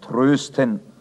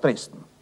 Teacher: Das Ö tendiert zum E hin · Shown in: second take · denn die ordnungsgemäße Aussprache des Ö klingt immer ein wenig festtäglich.